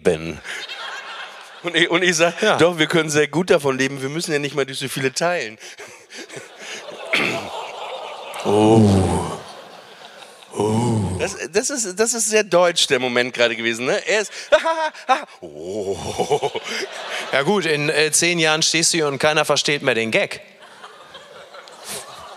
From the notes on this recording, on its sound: LIVE AUS HAMBURG. Live on Stage in Hamburg.